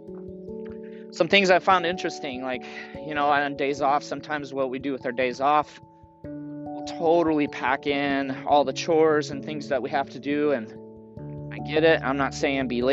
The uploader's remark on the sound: Morning Walk and Talk.